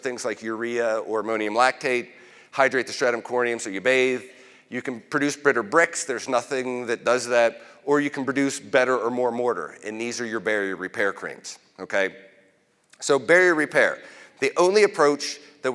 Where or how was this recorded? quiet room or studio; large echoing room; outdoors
large echoing room